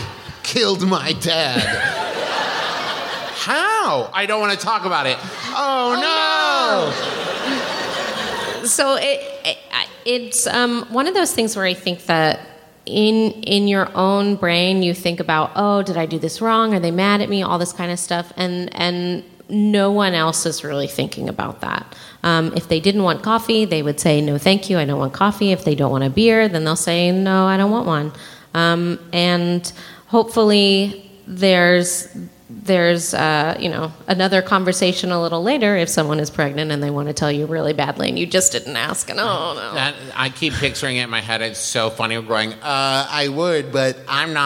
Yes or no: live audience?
yes